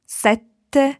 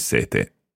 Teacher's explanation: While when you say number seven, sete, you need to be very short on your E to allow a very long T sound · Shown in: first take · sette. Does it help? · Term: double consonants